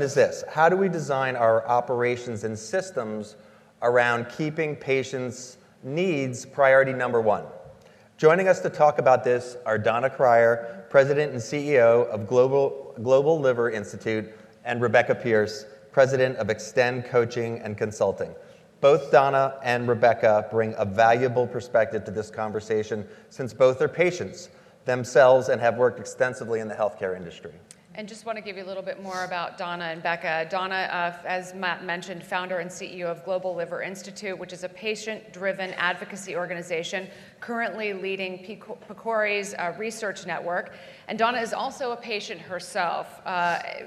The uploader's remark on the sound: During this live recording at AHIP’s Consumer Experience and Digital Health Forum in Chicago.